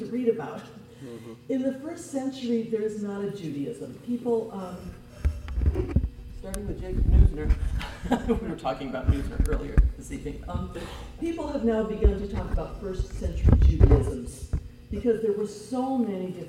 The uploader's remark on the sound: This podcast was recorded on April 30, 7:30 PM at Temple Sholom in Springfield Ohio.